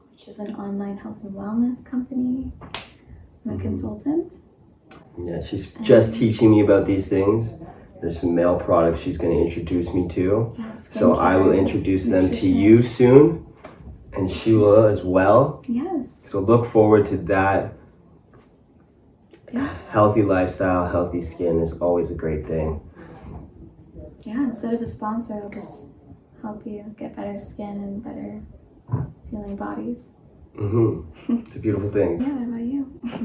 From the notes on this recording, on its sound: bad audio